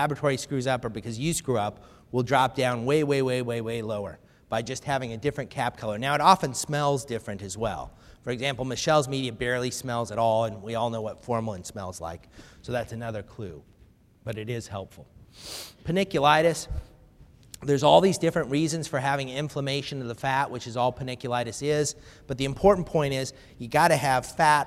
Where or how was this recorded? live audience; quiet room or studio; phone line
live audience